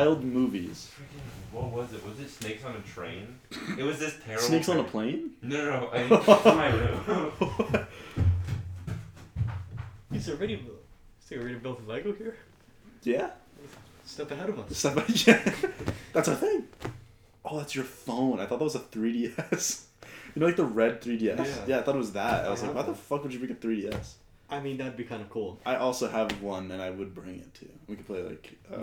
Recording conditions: poor microphone